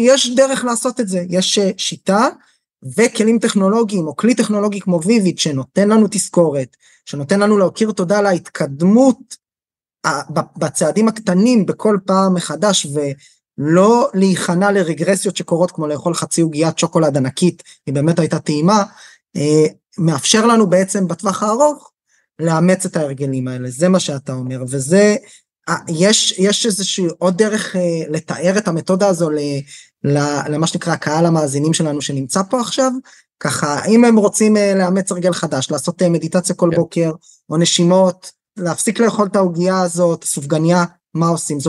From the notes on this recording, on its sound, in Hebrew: פרק זה הוא הקלטה מוובינר שהוקם במסגרת פרויקט של VIVID שנוצר בשיתוף עם הגופים המקצועיים ביותר בארץ לחוסן נפשי, כמו עמותת ער"ן או נט"ל.